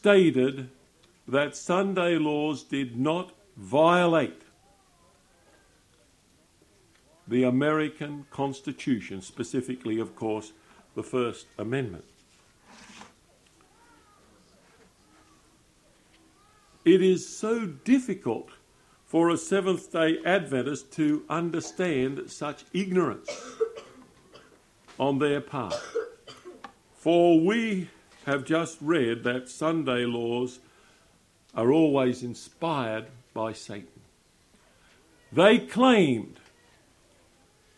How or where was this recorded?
large echoing room